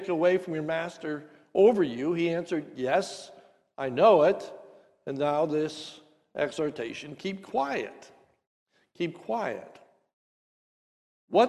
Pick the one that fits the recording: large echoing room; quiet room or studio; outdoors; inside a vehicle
large echoing room